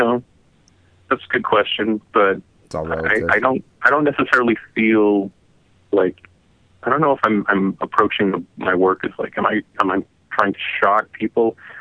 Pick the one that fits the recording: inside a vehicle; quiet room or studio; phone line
phone line